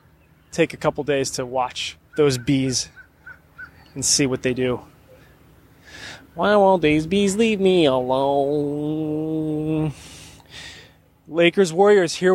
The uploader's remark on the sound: Live from across the street from the Chase Center